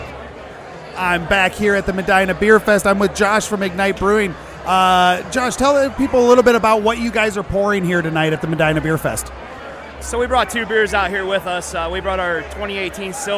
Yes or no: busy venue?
yes